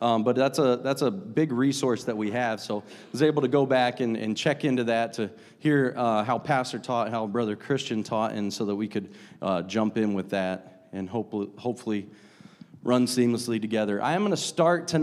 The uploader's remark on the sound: a service recording from Connect Point UPC